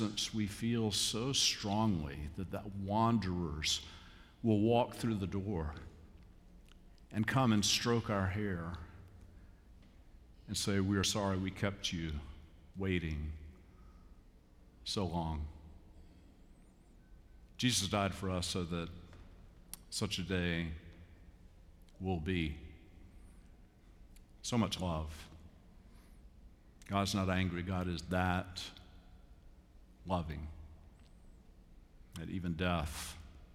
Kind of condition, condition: setting, large echoing room